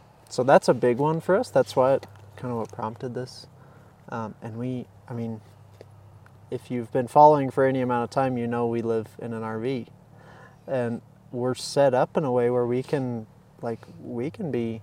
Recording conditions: outdoors